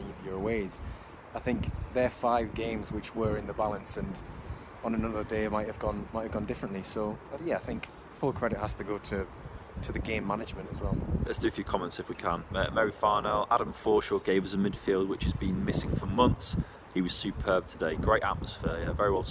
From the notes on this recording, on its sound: LIVE from Elland Road